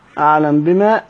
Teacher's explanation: أعلم بما الميم متحركة، فإحنا هنضغمها، ولما نضغمها هنسكن الحرف الأول، أصبح ميم ساكنة، والميم الساكنة اللي بعدها باء، فهي في حكم الإخفاء. يعني اللي وصلنا لحكم الإخفاء هو الإدغام.